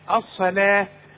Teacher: الصلاة فخم قوي الصاد واللام رققها والواو عليها الف علشان تحولها لي الى الف.